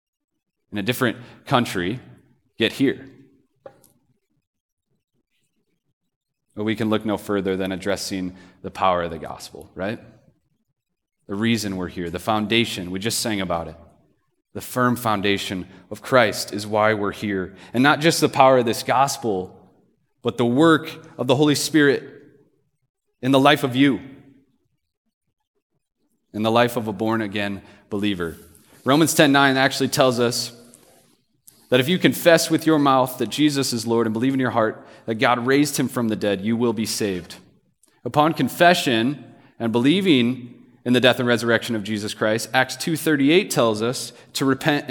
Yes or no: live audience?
yes